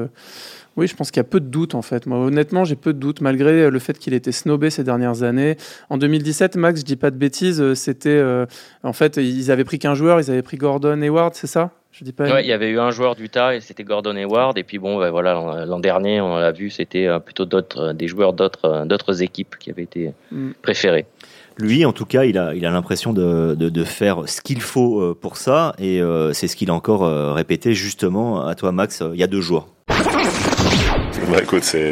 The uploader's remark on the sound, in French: À New York, par téléphone.